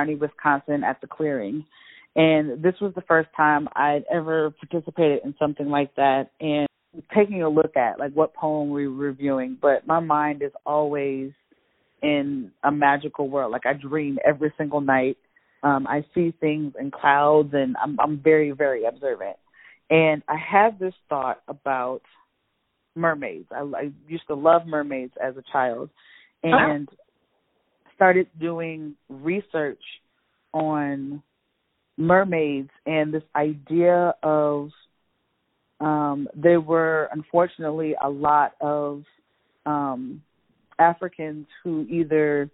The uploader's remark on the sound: joins the podcast via phone